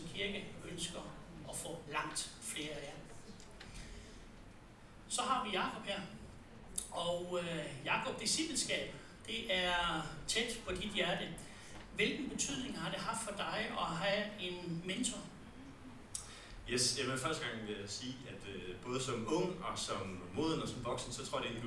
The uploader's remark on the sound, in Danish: det ikke kun er prædikenen, der er optaget men hele afviklingen med presentation, lovsang, bøn osv.